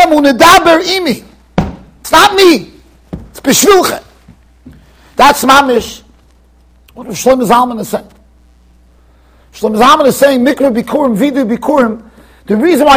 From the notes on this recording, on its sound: Shiur recorded in Yeshivas Ohr Reuven, Monsey NY.